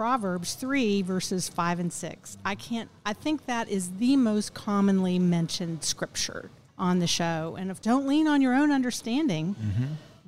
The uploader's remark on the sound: Recorded at Tusculum Brewing Company